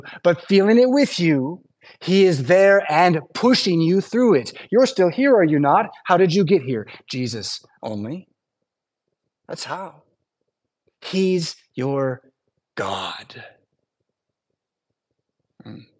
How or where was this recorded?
large echoing room